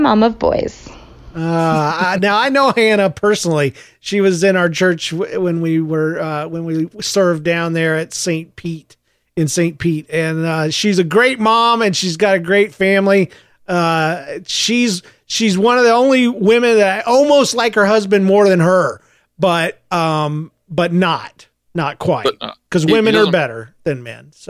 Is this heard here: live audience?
no